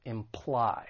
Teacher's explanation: So when it comes to pronouncing this verb, it has two syllables. The stress is on the second syllable, imply.